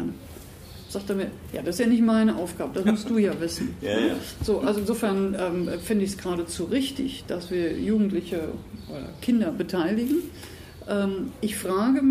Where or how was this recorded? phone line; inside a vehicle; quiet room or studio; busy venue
busy venue